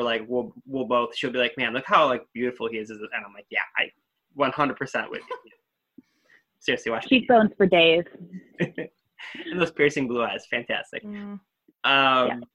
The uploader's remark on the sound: Onboard to round out the Zoom crew. Several kitties, puppies, and a baby.